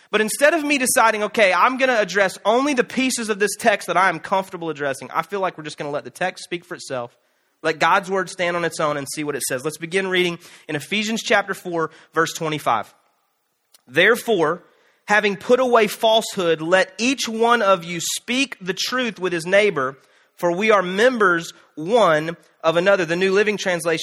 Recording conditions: large echoing room